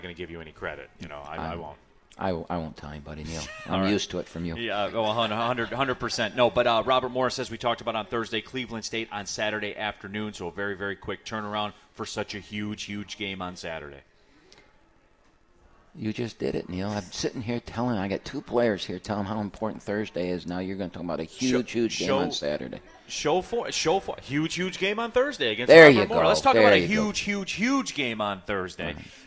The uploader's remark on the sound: live from RJs Pub in Rochester Hills!